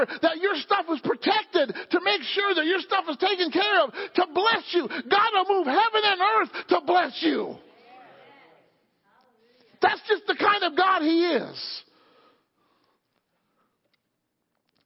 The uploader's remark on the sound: Wednesday Night Service.